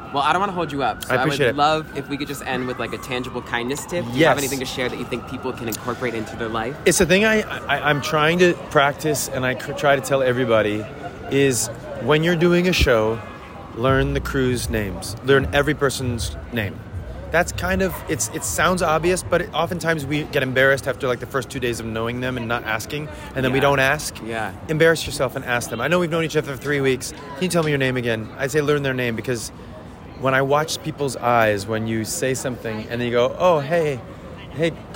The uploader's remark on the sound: LIVE from the red carpet. Live from the I Put A Spell On You Red Carpet!